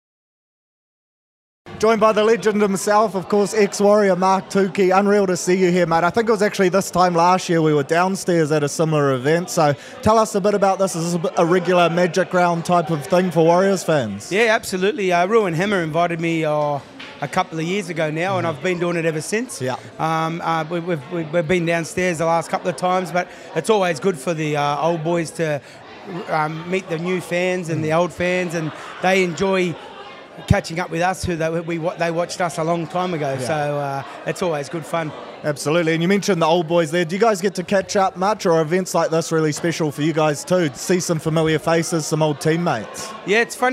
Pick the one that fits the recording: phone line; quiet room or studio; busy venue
busy venue